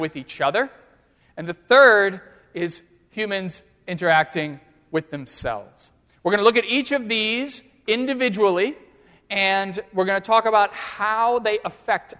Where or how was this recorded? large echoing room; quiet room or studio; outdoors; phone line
large echoing room